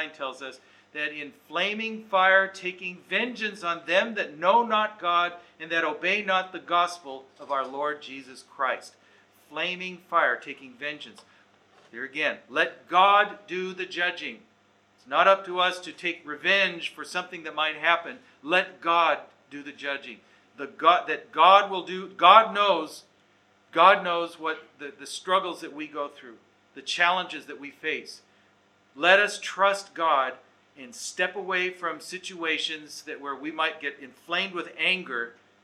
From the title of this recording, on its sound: Recorded Live/Seminar